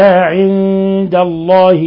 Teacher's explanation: نون ساكنة بعد حرف الدال، الحكم التجويدي إخفاء حقيقي لأن الدال من حروف الإخفاء الحقيقي.